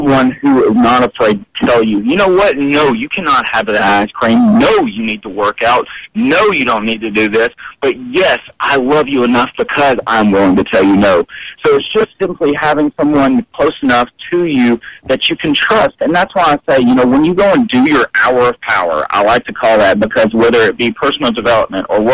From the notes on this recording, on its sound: Several people called into the show.